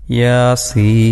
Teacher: യ പാരായണം ചെയ്യുമ്പോൾ അധികം ദീർഘിപ്പിക്കാതെ സാധാരണ മദ്ദ് തൊബിഅഇ, സാധാരണ ഒരു നീട്ടൽ മാത്രം മതി ഇവിടെ.